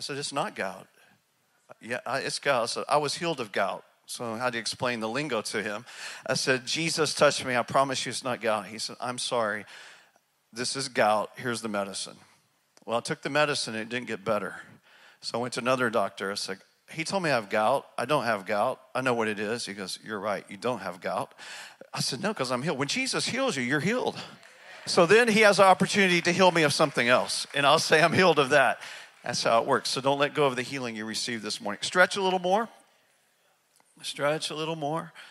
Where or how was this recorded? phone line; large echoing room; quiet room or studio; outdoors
large echoing room